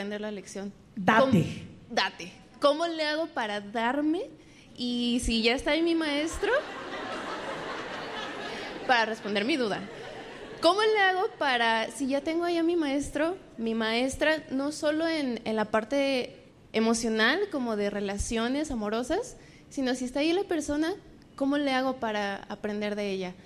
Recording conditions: live audience